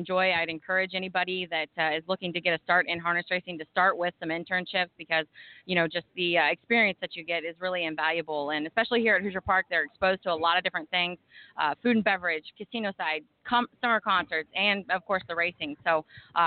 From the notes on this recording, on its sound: live from Hoosier Park Racing and Casino in Anderson, Ind.